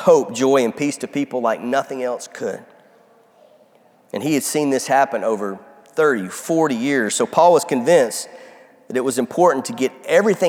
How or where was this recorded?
large echoing room